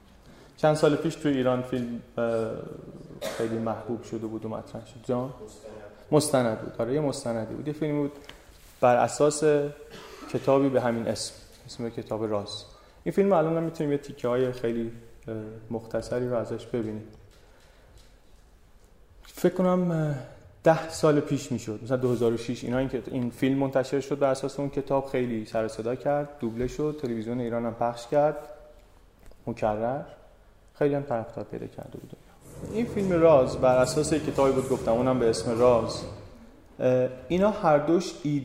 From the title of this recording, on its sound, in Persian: اجرای زنده